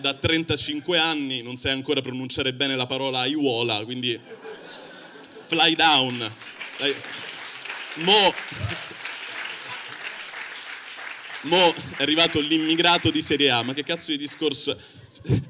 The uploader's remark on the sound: Open Mic Tour - Palermo - Comedy Central